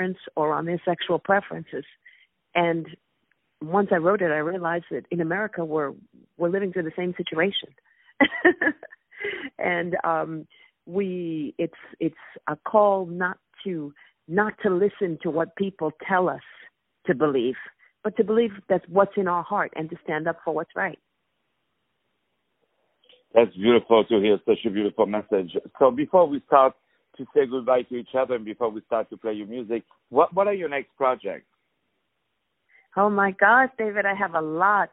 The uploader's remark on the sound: On the phone